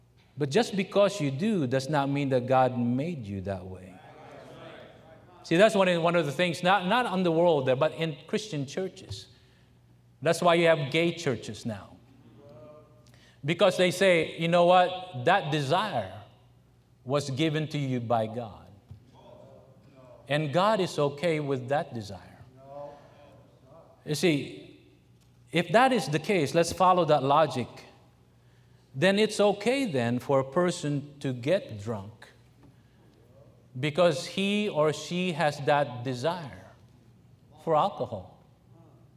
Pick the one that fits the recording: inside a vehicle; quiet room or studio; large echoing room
large echoing room